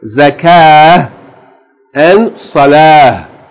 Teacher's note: the ta marbuta reverts to a ha in pronunciation